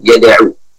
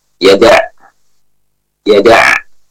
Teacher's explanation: Kalau waqaf pada kata tersebut, maka kita waqaf dengan suara ain. · Shown in: second take · Ya, bukan dengan waw maddiyah. · Term: ain yang sukun